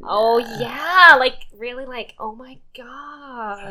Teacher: Yeah, it's like your voice is frying at the end. · Term: vocal fry